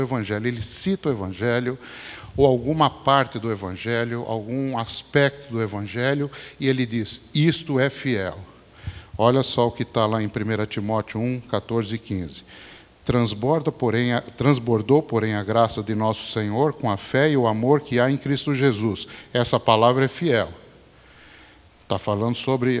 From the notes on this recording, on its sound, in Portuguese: Mensagem gravada na Igreja Batista Jardim Minesota